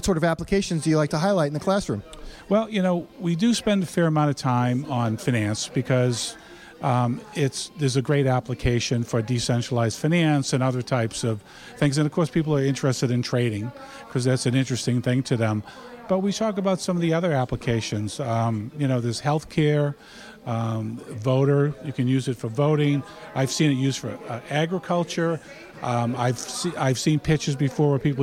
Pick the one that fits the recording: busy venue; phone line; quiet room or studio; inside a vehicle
busy venue